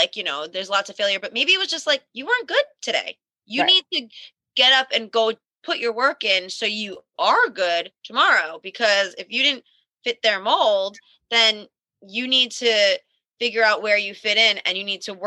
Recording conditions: video call